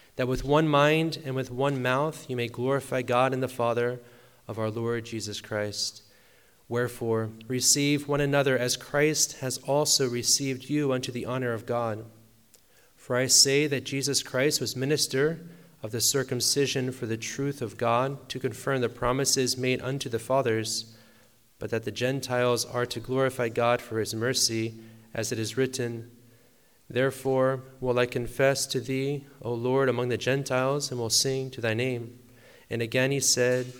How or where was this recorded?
large echoing room